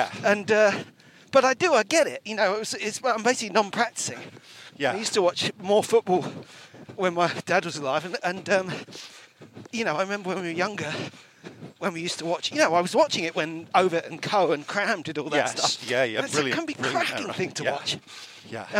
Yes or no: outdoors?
yes